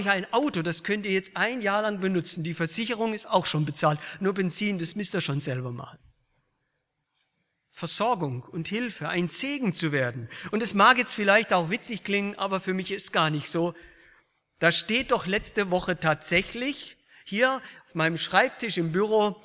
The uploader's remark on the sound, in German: aus dem Gottesdienst der Liebenzeller Mission